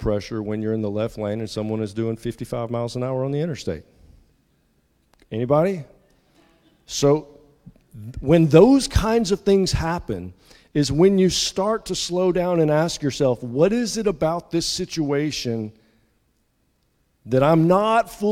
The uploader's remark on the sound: at the 8:30 contemporary service at Restore